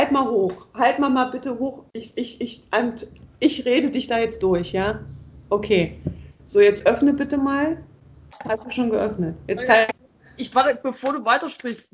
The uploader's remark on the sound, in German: Daher skypen meine Schwester und ich, nehmen das Ganze auf